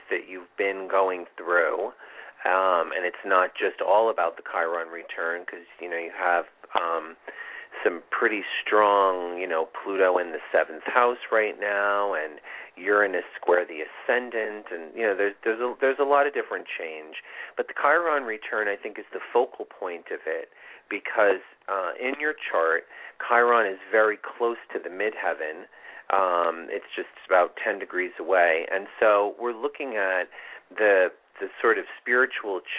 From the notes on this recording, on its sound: This is a call in show with live mini astrology readings.